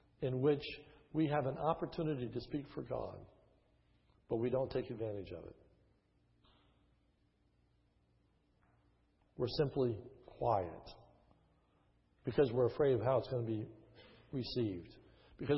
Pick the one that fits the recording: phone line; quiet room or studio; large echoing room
large echoing room